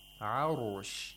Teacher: The ra is pronounced without qalqala and with tafkhin. With thickness.